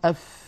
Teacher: الفاء كما تلاحظون أف يتدفق معها الهواء، فهي حرف مهموس لأنها من حروف سكت فحثه شخص. وهي حرف رخو، يعني صوتها قابل للتطويل لأنها من الحروف الرخوة. والفاء ليست من الحروف المستعلية بل هي مستفلة، فلا تفخم أبدا.